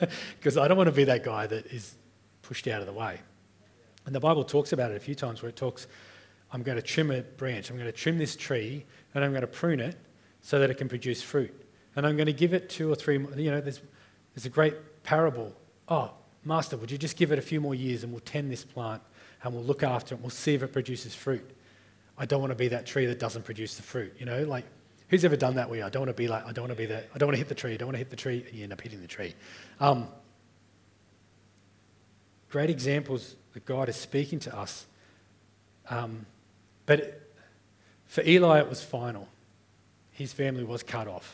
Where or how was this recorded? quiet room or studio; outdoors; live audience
live audience